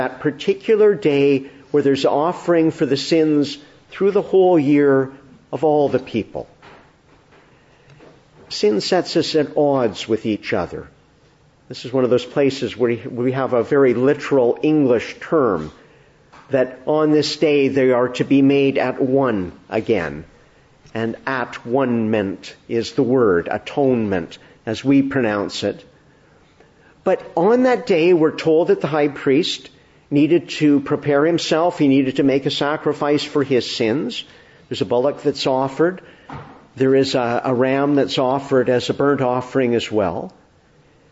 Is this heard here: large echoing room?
yes